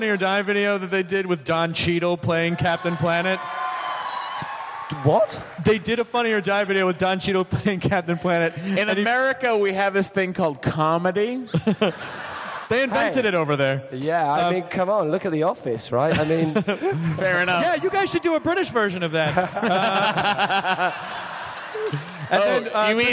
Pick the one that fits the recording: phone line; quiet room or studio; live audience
live audience